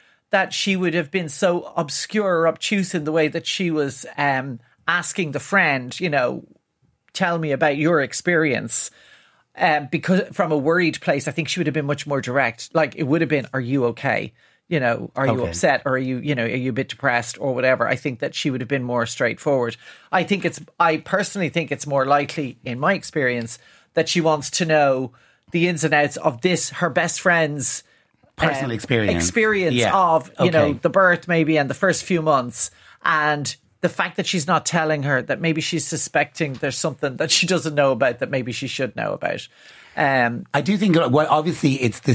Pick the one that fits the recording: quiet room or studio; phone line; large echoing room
quiet room or studio